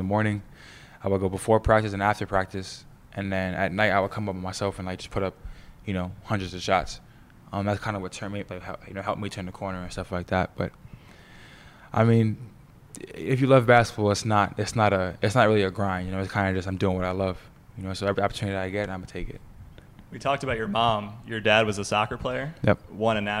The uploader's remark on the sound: live from the NBA 2K23 2022 Las Vegas Summer League